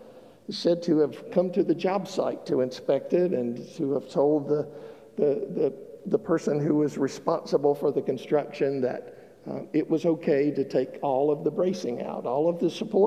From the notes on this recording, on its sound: Broad Street United Methodist Church in Statesville. The sermon was recorded on August 7th 2022 at the 11:00 service.